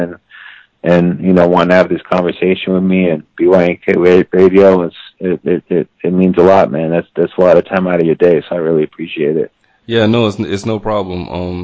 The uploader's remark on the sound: He called in to BYNK Radio